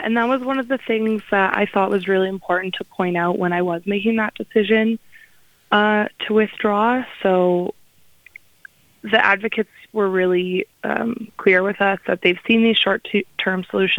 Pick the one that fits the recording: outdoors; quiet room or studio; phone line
phone line